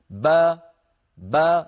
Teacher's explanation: فبابتعاد الشفتين خرجت الباء، وبابتعاد الفكين خرجت الفتحة أو خرجت الألف · Term: الباء مفتوحة